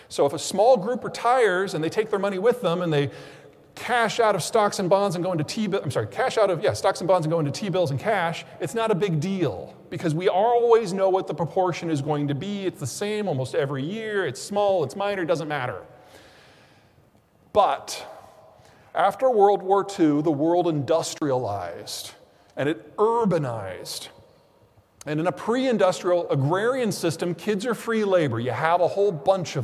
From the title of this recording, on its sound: Keynote Presentation. Presented Sept. 8, 2022